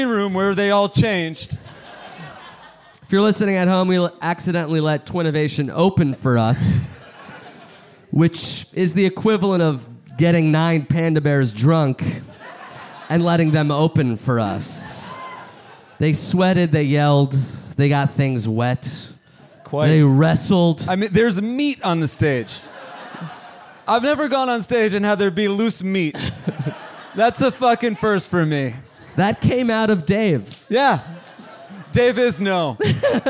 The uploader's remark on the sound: Live in Austin, TX! Live from SxSW.